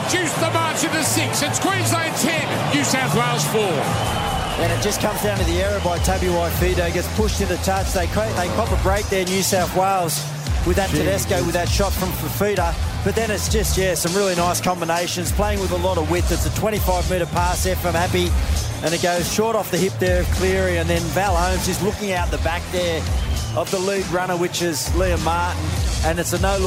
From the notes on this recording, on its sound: as we call all the action live from the Adelaide Oval